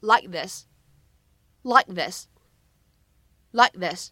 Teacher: likethis，放在一起呢，咱们可以做一个不完全爆破 · IPA: /laɪk/ /ðɪs/